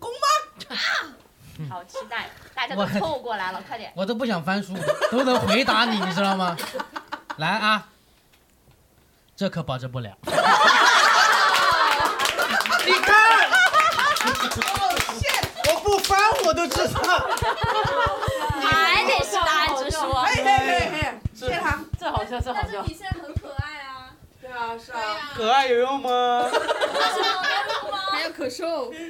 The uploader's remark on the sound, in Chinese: 第一次带观众录制